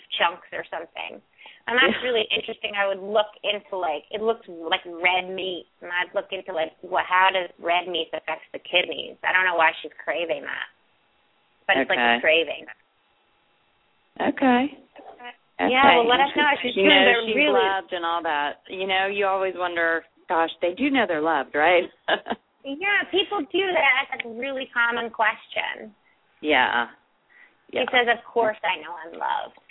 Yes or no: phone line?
yes